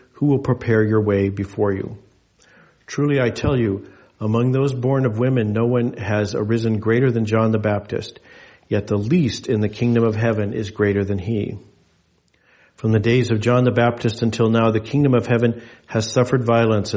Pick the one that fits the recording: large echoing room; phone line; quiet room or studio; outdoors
large echoing room